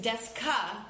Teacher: and it's D-E-S-U, but you don't pronounce the U